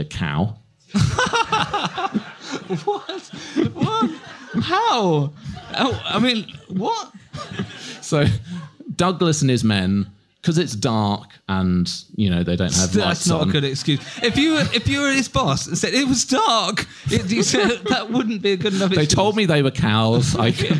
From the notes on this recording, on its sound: Rex Factor went on its first ever live tour, starting with this recording in London. We present the full live show barring the first 30 seconds that didn't record including a Q&A afterwards with the audience apologies for quiet bits when people couldn't reach the mic on stage!